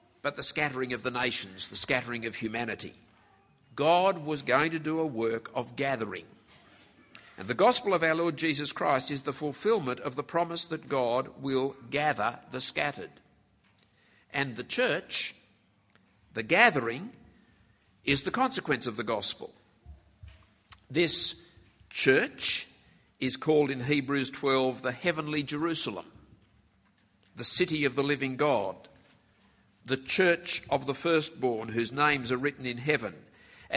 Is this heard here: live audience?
yes